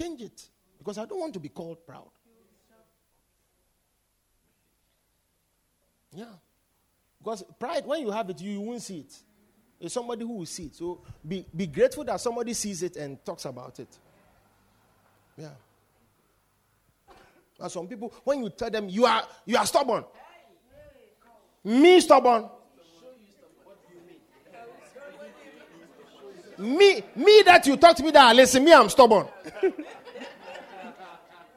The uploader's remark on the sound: Preached At The Victory Secrets Service